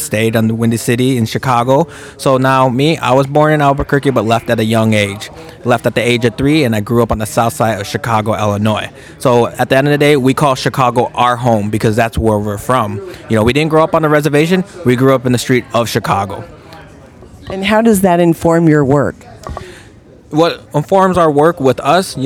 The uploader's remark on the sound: Live from deadCenter